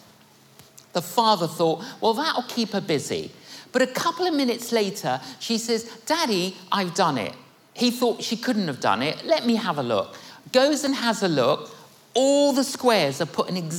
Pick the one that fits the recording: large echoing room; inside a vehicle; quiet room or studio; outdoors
large echoing room